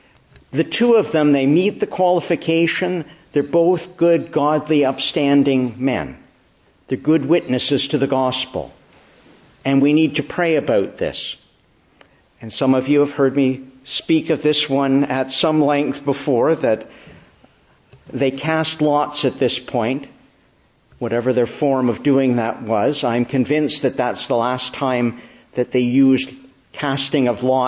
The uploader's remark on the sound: May 14, 2022 Morning Service. Preached in the Church of the Annunciation of the Blessed Virgin Mary, Ottawa.